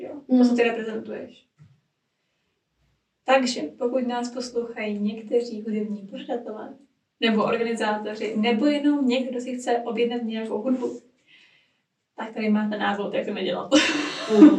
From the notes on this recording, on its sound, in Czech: Omlouvám se za zhoršenou kvalitu zvuku, bohužel nás provázely technické problémy.